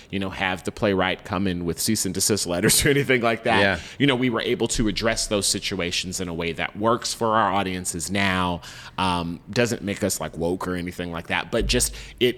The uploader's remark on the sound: Recorded December 8, 2022 in the Playhouse café at Playhouse on the Square, in Memphis, Tennessee.